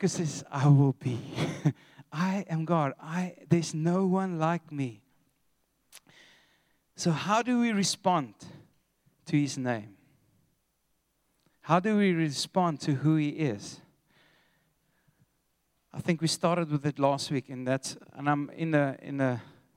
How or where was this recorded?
large echoing room